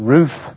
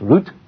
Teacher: Remember in Hebrew, the H is not usually pronounced, the TH is a T sound · Shown in: second take · That's why it's not Ruth in Hebrew, it's Rut.